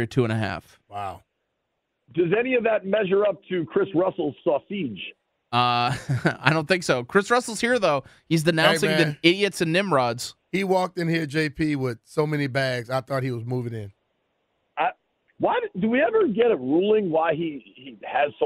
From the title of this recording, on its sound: Calls In Live From The Slopes